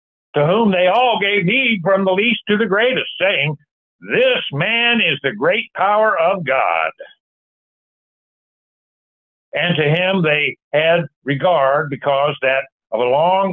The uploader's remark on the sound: Call In Bible Study